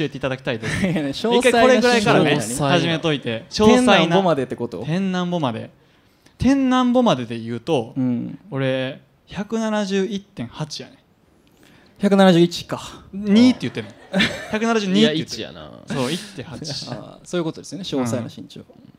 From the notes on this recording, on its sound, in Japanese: 初の公開収録！大阪 Bodaiju Cafe にて行われたライブ「Slow&Easy vol.2」での公開収録の様子をお届け！